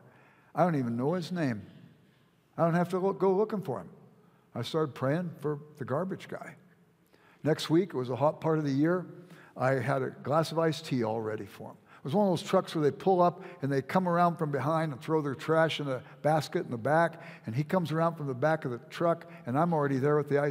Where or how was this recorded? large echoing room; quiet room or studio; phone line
large echoing room